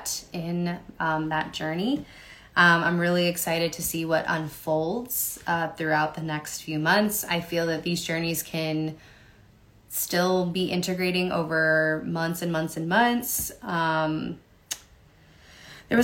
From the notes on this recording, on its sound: Resharing this audio from an IG LIVE